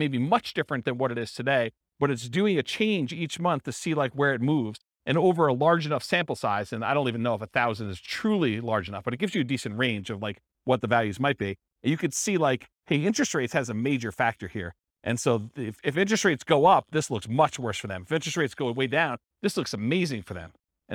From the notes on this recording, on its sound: This was a live class recorded